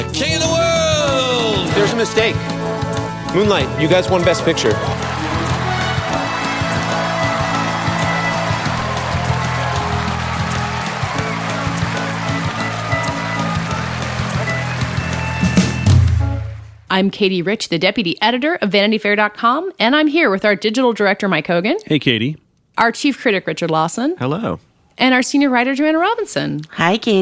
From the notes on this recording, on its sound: onstage at the Mill Valley Film Festival